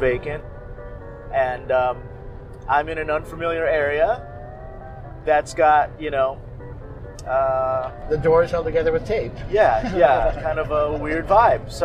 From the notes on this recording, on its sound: Phoenix Speakeasy Bar Crawl. We recorded this episode on the road trip out, leading up to the crawl, followed by a recap of each spot we visited.